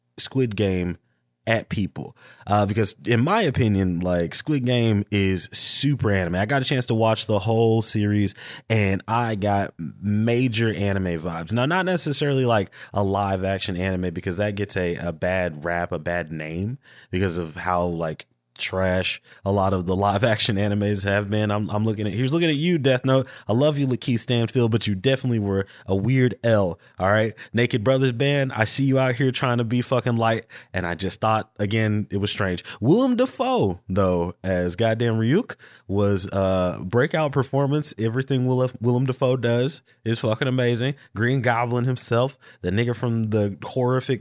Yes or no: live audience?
no